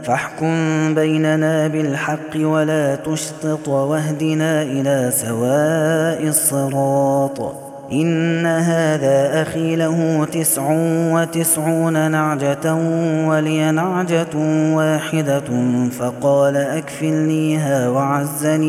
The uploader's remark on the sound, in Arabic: هذا التسجيل من صلاة التراويح.